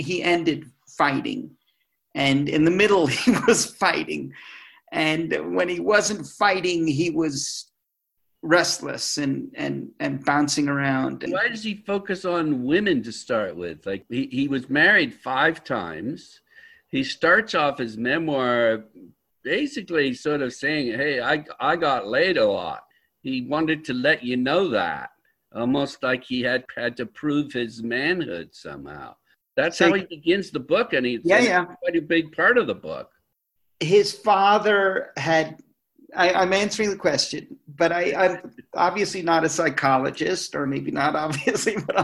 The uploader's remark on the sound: Via Zoom.